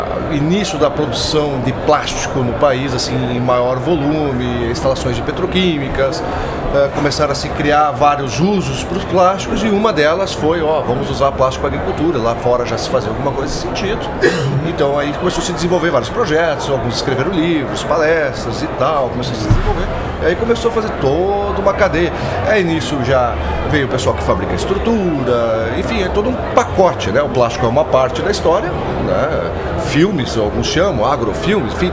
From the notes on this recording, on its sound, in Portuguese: Ao vivo da Hortitec 2023